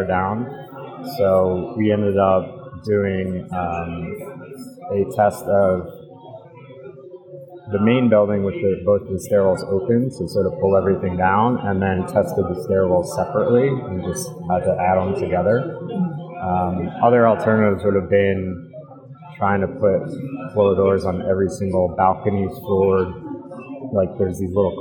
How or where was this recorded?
busy venue